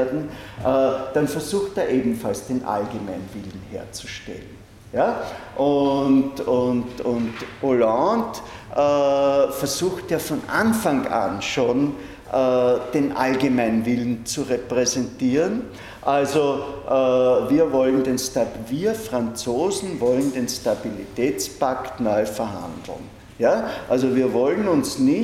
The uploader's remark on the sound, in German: Diese Vorlesung wurde von Studierenden aufgenommen